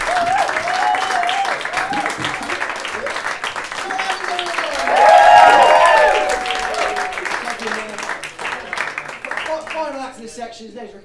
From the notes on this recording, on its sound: Recorded live at the Kingdowns Wine Vaults.